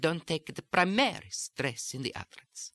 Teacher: I was stressing the word primary, and I was implying primary as opposed to secondary.